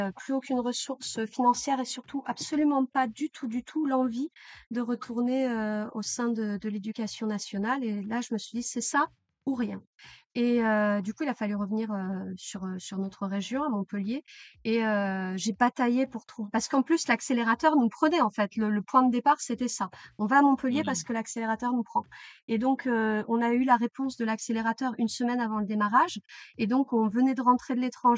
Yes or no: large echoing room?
no